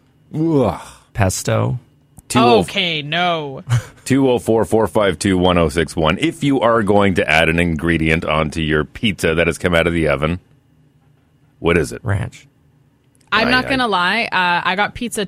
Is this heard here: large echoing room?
no